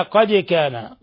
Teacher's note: دال ساكنة تقلقل لأنها من حروف قطب جد